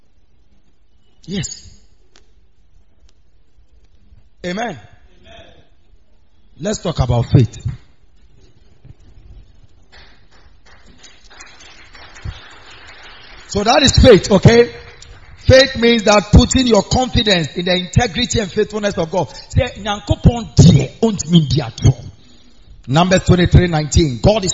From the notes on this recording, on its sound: preached on wednesday at the miracle arena